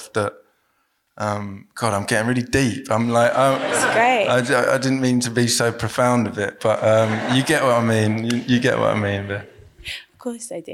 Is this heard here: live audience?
yes